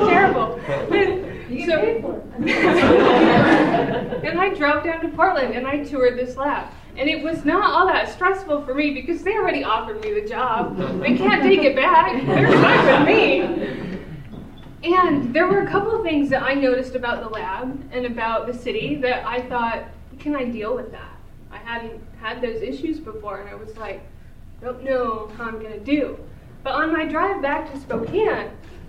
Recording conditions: live audience